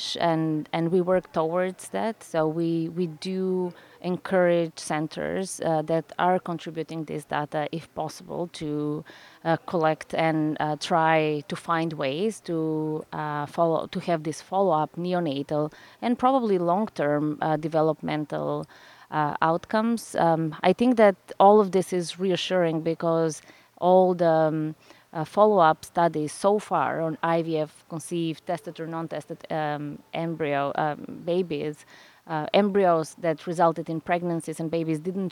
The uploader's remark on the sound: Live from ASRM 2023